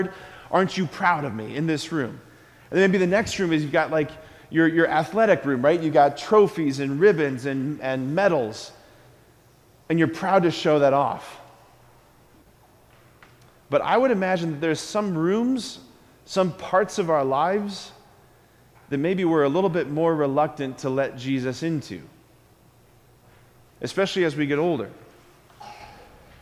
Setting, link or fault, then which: setting, large echoing room